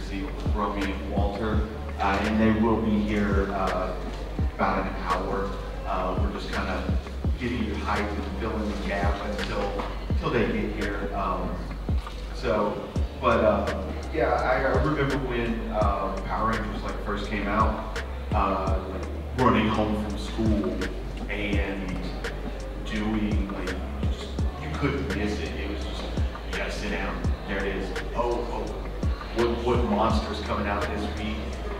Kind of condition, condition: setting, live audience